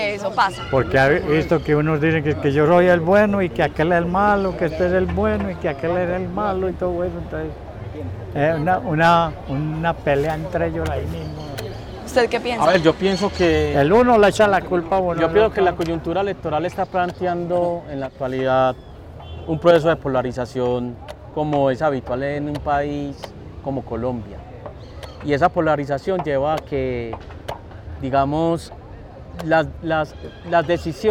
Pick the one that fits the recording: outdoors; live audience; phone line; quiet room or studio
outdoors